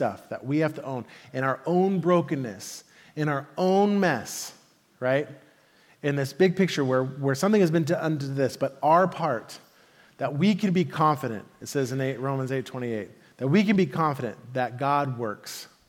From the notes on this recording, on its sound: Message delivered at the Benicia Campus